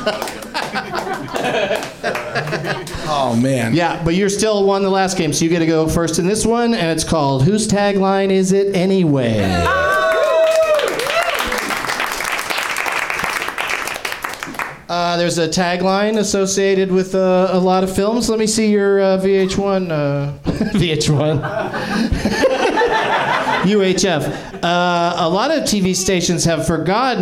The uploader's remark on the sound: Live from the NerdMelt Showroom in LA